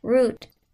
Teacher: There's like a glottal stop when I say it for some reason.